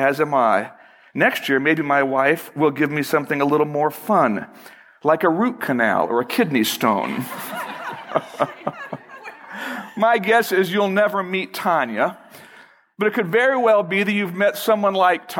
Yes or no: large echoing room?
yes